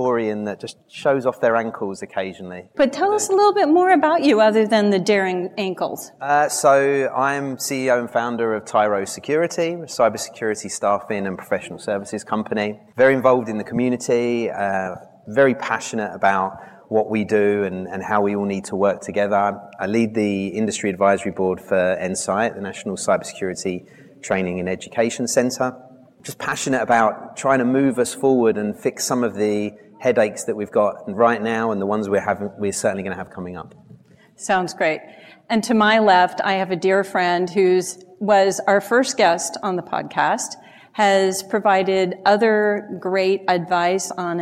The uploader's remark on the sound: Recorded live at the recent ISC2 Security Congress, this panel discussion.